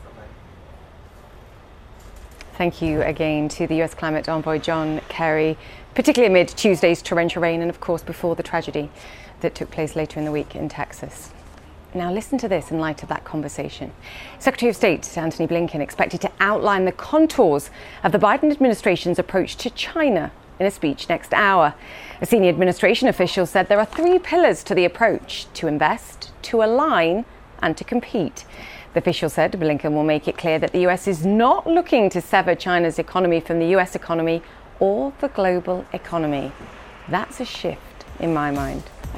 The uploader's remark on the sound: Live from the World Economic Forum.